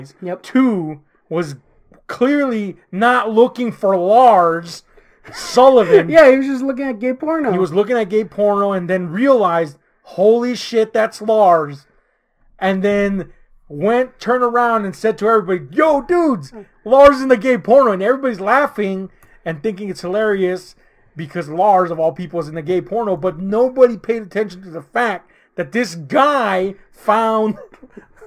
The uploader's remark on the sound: We had some issues with our mic, I did my best to fix it.